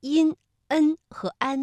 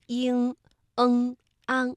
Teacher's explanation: 因、恩和安呢是前鼻韵尾，气流是从鼻子的前方出来的，而像英、恩、昂是后鼻韵尾，感觉到气流是从鼻子后方脑中央的位置发出来的。我们也为大家选取了一些重点词汇哈，它们呢也是全部出自林徽因先生的笔下，大家和我们一起再来读一下吧。水心、景象、近代、环境、精神、谨言、饮直、对称、临岸、登高。那么这样的一些有着游记特征的词汇呢，其实还有很多哈。那么大家平时在写作的时候、朗读的时候都可以拿来借鉴，也可以多读多听。北海唔单止有不同时刻之美，仲有唔同季节之美。呢一啲绚丽多彩嘅景色共同构成咗我哋今日独一无二嘅北海公园。佢凝